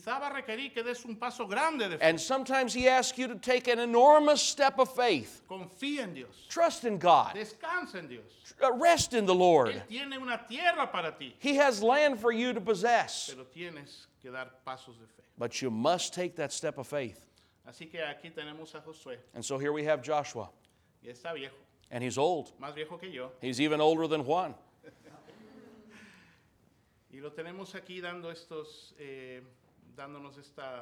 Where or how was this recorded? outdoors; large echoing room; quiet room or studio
large echoing room